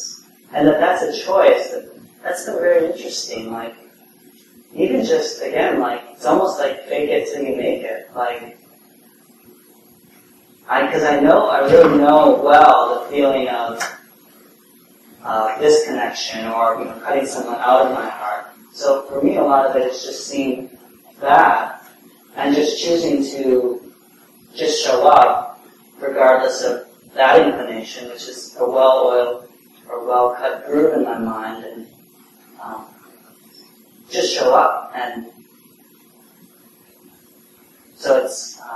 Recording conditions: poor sound quality